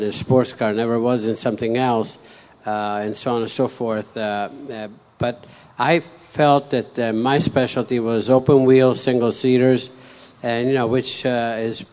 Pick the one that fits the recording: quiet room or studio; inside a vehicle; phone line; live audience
live audience